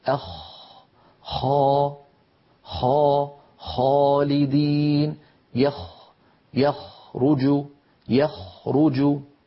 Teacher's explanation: الصورة واللوحة التي بعدها تبين لنا مخرج الخاء، انظروا الخاء كما نرى أعلى بقليل من الغين، الخاء أعلى بقليل من الغين، وهي أيضا من أدنى الحلق، يعني من منطقة جذر اللسان مع الحنك اللحمي. أخ، لاحظوا بأن المخرج مفتوح بارك الله فيكم، لاحظوا منطقة الخاء ليس فيها انقفال.